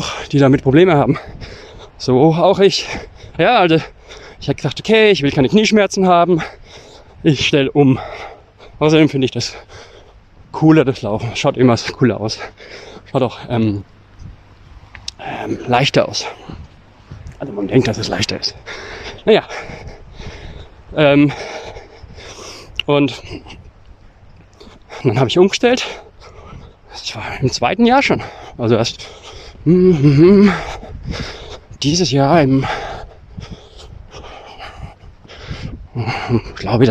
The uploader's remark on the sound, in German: Seid "quasi" live dabei, beim Barfuß laufen am Strand.